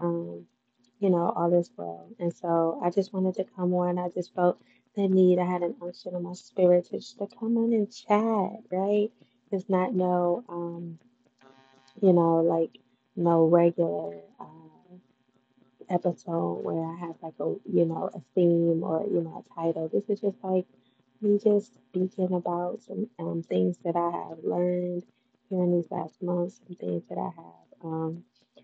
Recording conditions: poor microphone